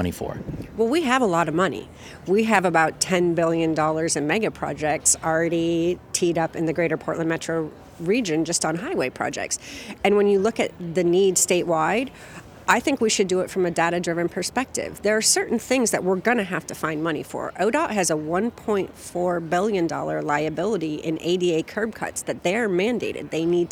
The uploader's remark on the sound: The World Day of Remembrance for Road Traffic Victims event that was held in Portland. You'll hear interviews recorded while walking from Lloyd Center to a memorial and speeches at Veterans Memorial Coliseum, speeches made at the demonstration. The event was organized by The Street Trust, Oregon Walks, and Families for Safe Streets OR/WA.